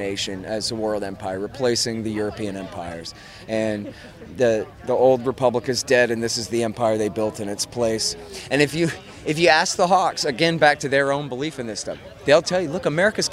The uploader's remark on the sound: Continuing my on-location in-person at PorcFest series.